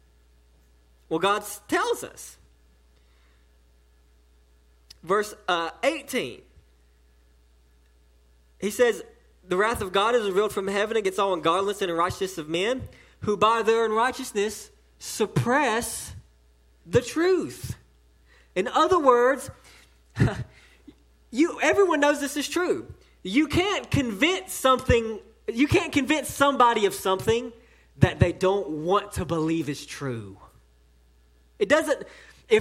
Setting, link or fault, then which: setting, large echoing room